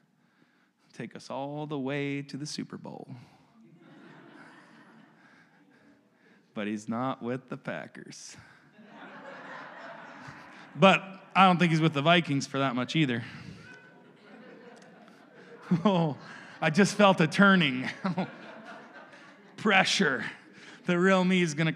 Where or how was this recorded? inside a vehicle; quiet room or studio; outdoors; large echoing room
large echoing room